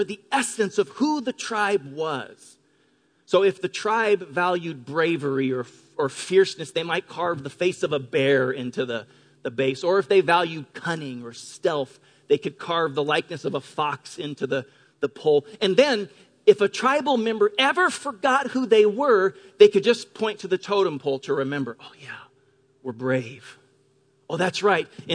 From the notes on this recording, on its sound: Delivered on 3 June 2018 at Grace Church of La Verne. Delivered on 3 June 2018 at Grace Church of La Verne.